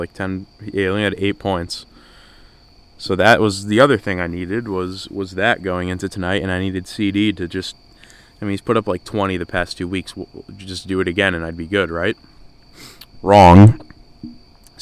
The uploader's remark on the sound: This Was Recorded Outside